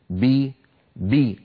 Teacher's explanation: شديدة مجهورة، هي حرف قوي، الباء قوية جدا لأن فيها شدة، فيها انحباس الصوت والنفس